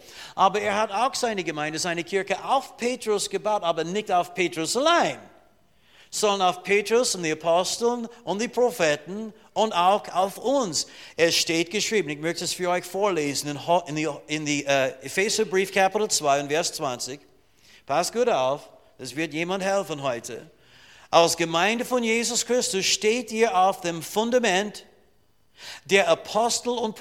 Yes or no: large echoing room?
yes